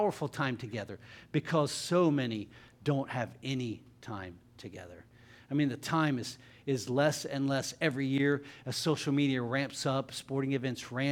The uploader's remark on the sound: LIVE Services at Sunshine